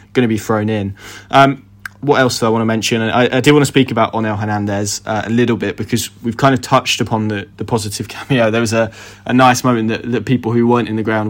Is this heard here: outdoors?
no